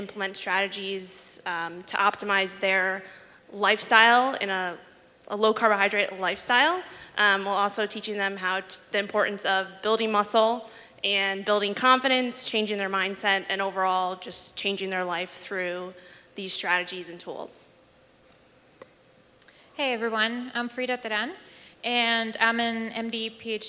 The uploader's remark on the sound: Today's podcast is the audio from the Fitness Panel at Keto Summit Omaha!